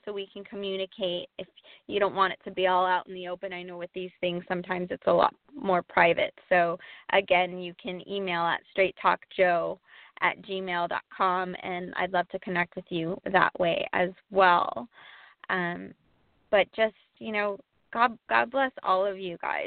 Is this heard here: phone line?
yes